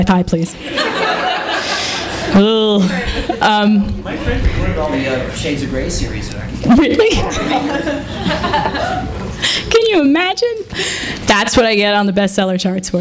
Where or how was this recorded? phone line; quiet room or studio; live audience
live audience